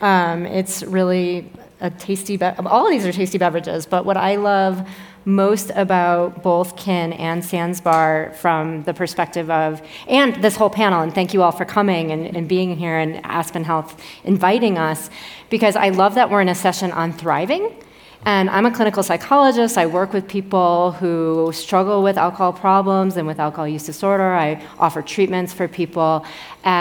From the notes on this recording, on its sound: An expert panel from Aspen Ideas: Health breaks down sober curiosity for an audience at the festival.